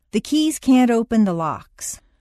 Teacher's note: If you have trouble with can't before a word that starts with a vowel, such as open, put in a very small d. The keys can't open the locks.